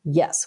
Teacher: a down tone, which is the fourth tone, yes, which goes down.